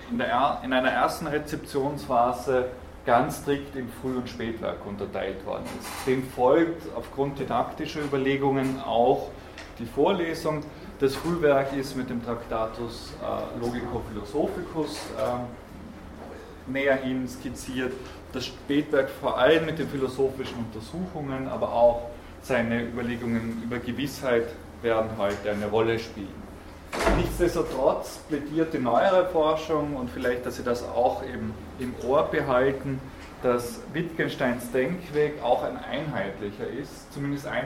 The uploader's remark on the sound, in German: Diese Vorlesung wurde von Studierenden aufgenommen